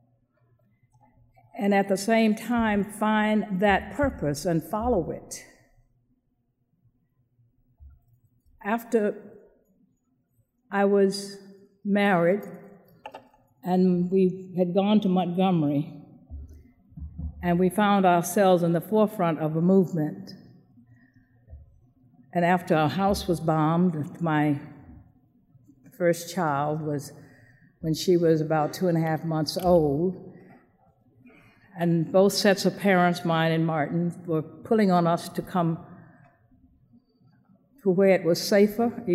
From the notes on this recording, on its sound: recorded at the Academy of Achievement's 1997 program in Baltimore, Maryland